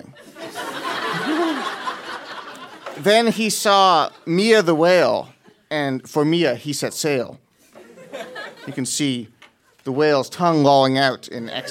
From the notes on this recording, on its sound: Recorded live at Yuk Yuk's in Ottawa.